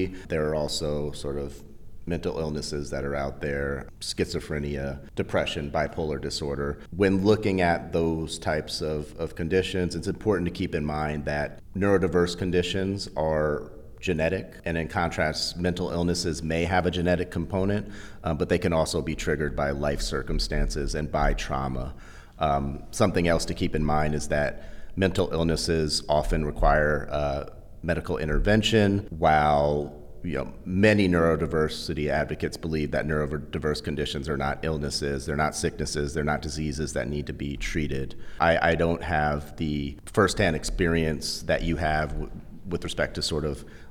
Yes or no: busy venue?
yes